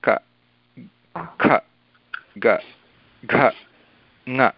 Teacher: सर्वत्र जिह्वा तत्र पृष्ठभागे अस्ति कण्ठे, कण्ठस्थानमस्ति · Term: कण्ठ्यवर्गः